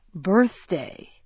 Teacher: When I say birthday, do I need to blow air at the end of the first syllable